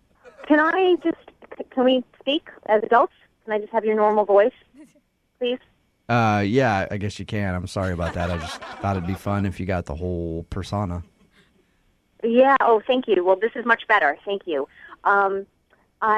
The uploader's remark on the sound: Phone Tap